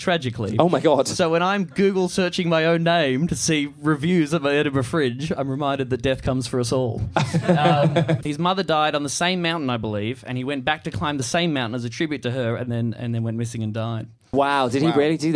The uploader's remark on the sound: From the Edinburgh Fringe Festival 2019.